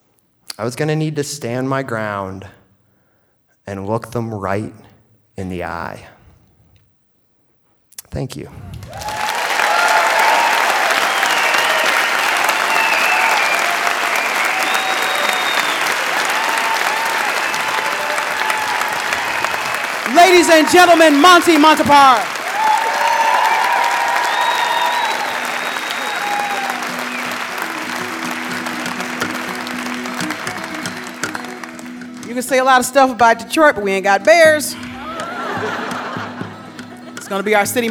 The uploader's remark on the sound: Live from Santa Barbara. A special live edition of The Moth brought to you from the Lobero Theater in Santa Barbara, California.